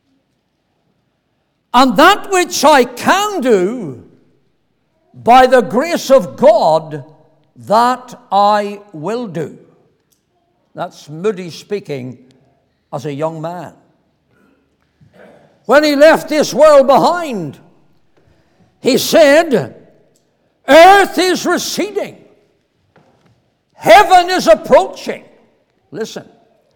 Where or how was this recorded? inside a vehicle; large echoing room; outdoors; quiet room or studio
large echoing room